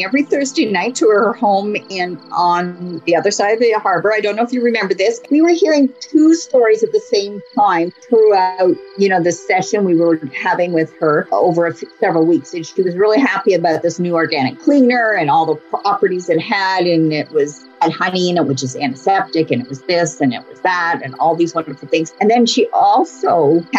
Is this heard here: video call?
yes